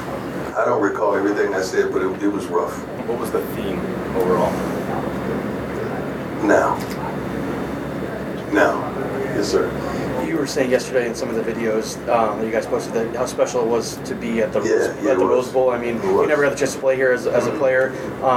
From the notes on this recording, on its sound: Buffaloes blitzed at the Rose Bowl: Post-game press conference.